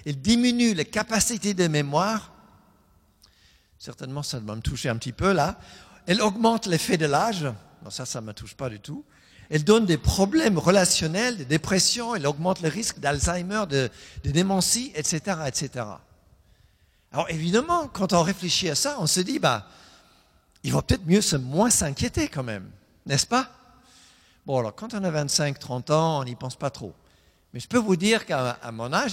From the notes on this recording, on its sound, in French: Enregistré à l'église CVV, le 04/10/2020